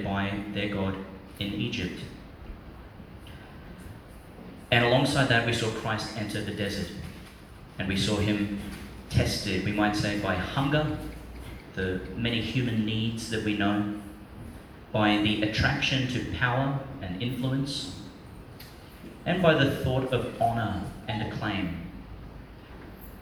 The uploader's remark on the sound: Homily for the Second Sunday of Lent, 2022, delivered in Our Lady Star of the Sea, Gladstone, Qld.